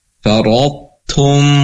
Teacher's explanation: ro-nya sudah tebal, ketemu dengan to juga tebal, tapi ketika nanti tum maka keluarlah tak tipisnya · Term: idgham naqis